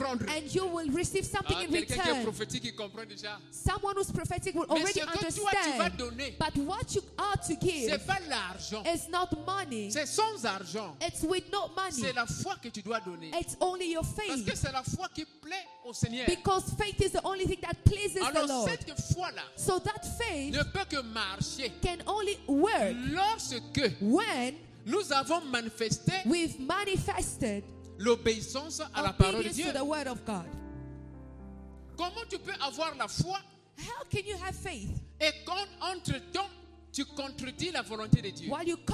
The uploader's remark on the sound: Sunday Live Service